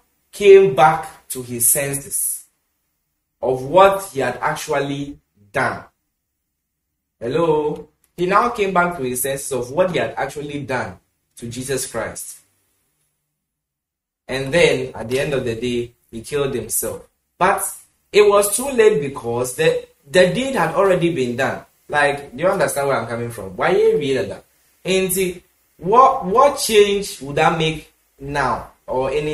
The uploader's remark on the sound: Preached at The Super Wednesday Midweek Service, Love Arena Church, Accra.